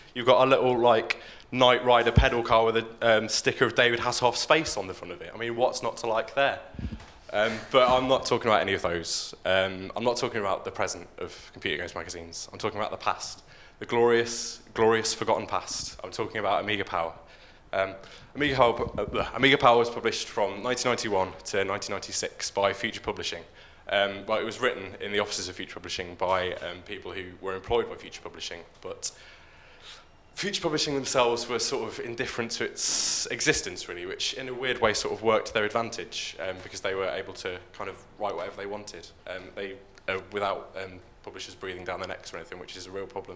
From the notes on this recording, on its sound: We remix past performances from our live shows. All performances were originally recorded at our shows at The Leicester Square Theatre, The Hackney Attic and The Dogstar in Brixton throughout 2012 and 2013.